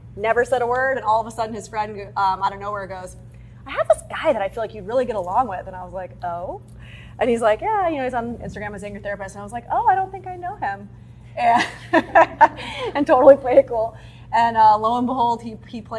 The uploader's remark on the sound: Host a live workshop.